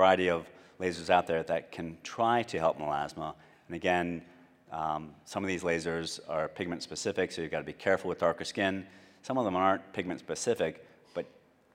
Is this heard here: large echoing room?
yes